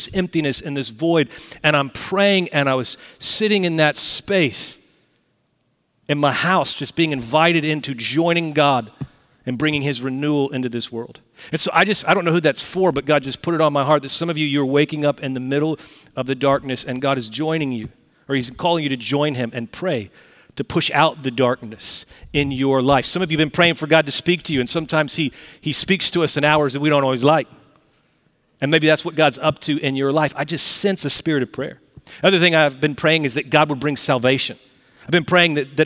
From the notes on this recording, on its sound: Recorded Live at Brookwood Church on 11.05.2023